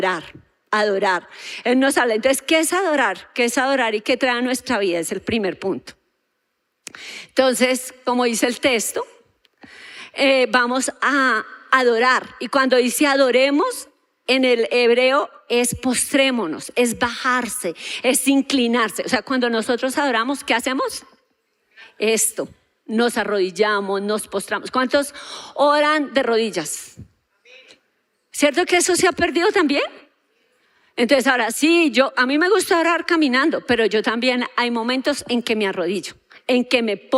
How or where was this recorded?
large echoing room